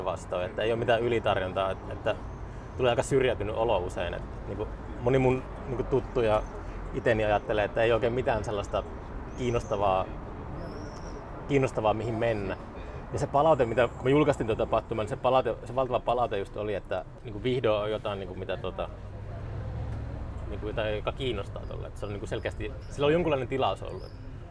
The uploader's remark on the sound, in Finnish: Jakso äänitettiin Pub Merikulmassa, Oulussa